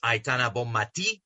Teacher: Yeah, you have to stress the I.